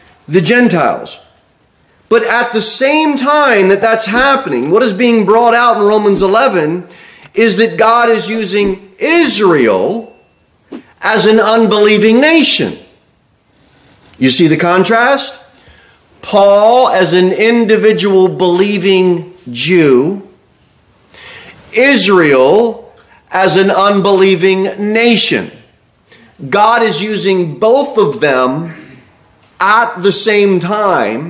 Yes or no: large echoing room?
yes